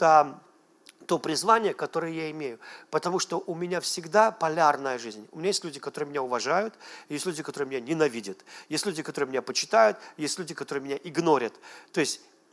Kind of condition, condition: setting, large echoing room